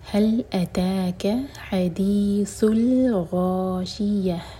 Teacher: تو تا مربوطہ پر جب بھی ہم اینڈ کرتے ہیں یا ہماری سانس ٹوٹے تو یہ تا مربوطہ حامی چینج ہو جاتا ہے اور اس کو ہم ساکن کریں گے. یہ، اور یہ ہا سینے سے نکلے گی، حلق سے نہیں، اور آخر میں ہا کی آواز کلیئر آئے، غائب نہ ہو